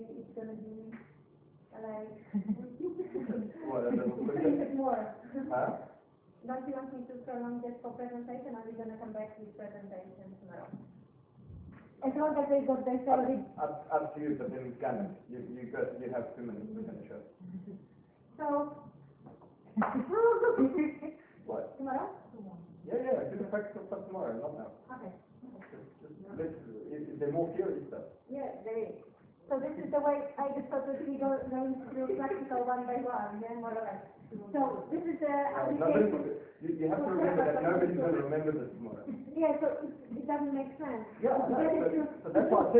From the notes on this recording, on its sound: RockTape kinesiotape seminar. Recorded seminar.